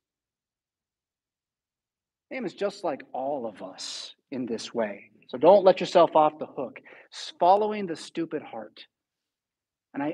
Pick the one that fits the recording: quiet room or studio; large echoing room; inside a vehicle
large echoing room